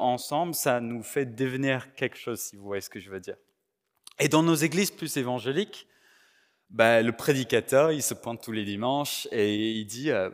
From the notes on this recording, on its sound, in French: Enregistré à l'église CVV, le 10/04/2022